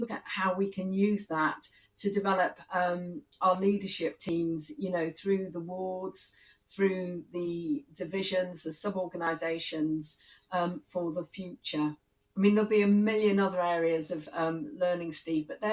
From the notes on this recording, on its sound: For the first of the virtual Bristol Distinguished Address Series, also the Annual Bolland Lecture, we were delighted to host a panel discussion.